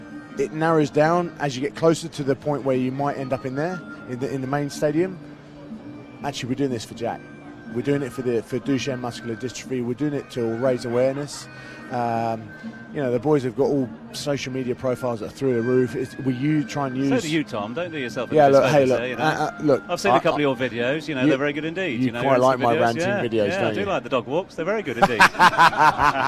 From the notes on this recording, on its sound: The Grill Live at Rugby 7s. The event to remember is celebrating its 50th anniversary of bringing nail-biting action, great crowds, a party atmosphere, and top class entertainment all together.